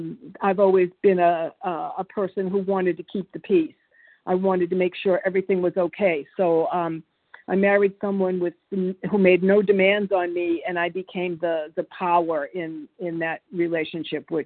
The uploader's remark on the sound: qualification from the 100 Pounders Phone Meeting